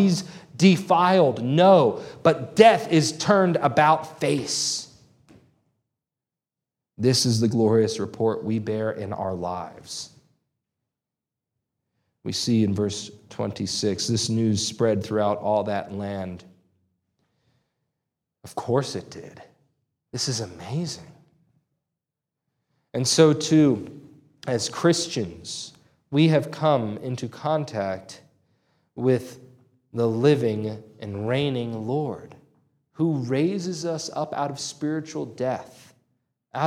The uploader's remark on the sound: This sermon was preached on June 11, 2023 at Antioch Presbyterian Church, a mission work of Calvary Presbytery of the Presbyterian Church in America located in Woodruff, South Carolina.